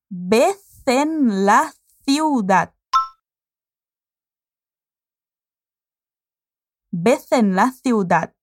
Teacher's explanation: La Z en vez y la C en ciudad los vas a pronunciar con la lengua entre los dientes.